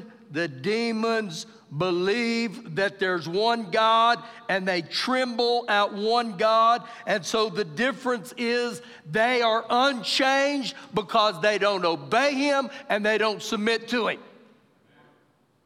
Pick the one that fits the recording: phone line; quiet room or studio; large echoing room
large echoing room